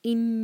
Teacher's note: نون مشدد، نون پر غنہ کریں گے